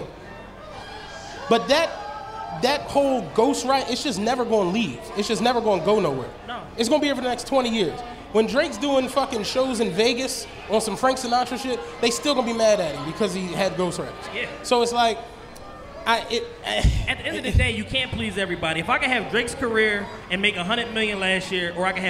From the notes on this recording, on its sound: Live from The Podcast Stage at The 2018 Roots Picnic